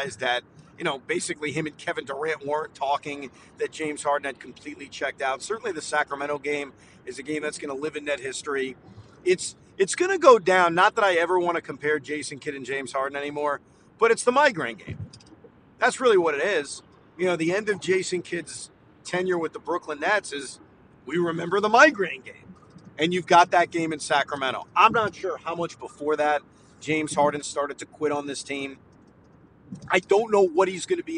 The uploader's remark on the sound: While driving home from Barclays Center.